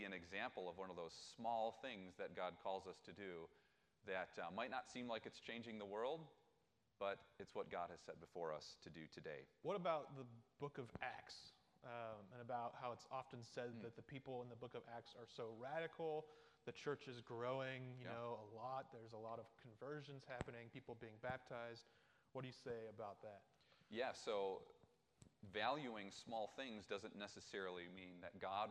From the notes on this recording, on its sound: This week's podcast is a recording of the chapel talk. Ripon Christian High School.